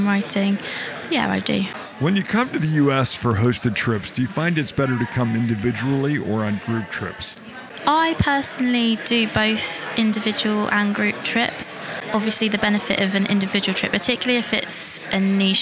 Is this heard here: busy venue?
yes